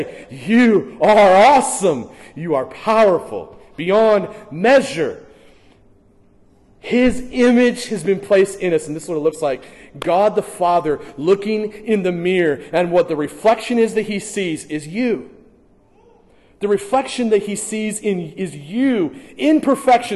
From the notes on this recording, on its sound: during the morning gathering at First Baptist Church in Hastings, NE